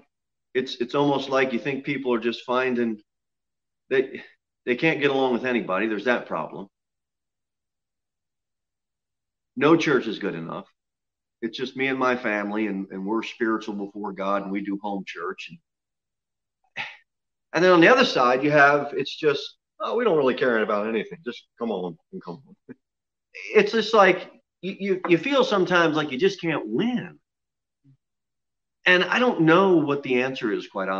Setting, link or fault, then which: setting, large echoing room